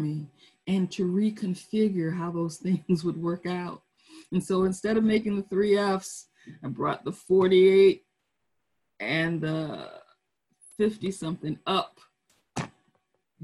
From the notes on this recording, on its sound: Our Zoom streamed service